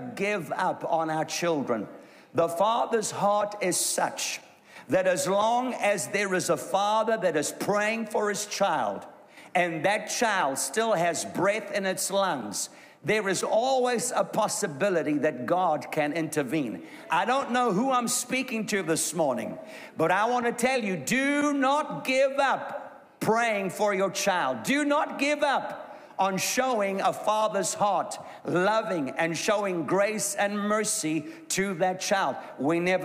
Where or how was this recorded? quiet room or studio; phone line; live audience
live audience